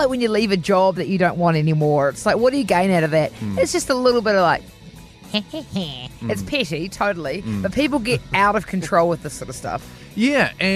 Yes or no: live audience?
no